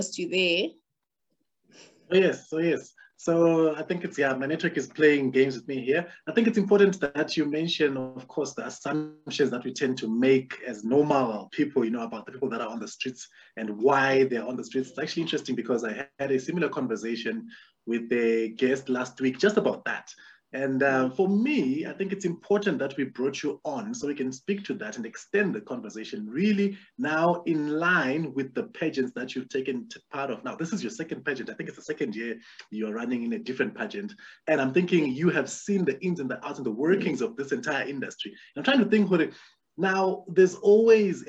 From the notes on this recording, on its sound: The series is webcast via Zoom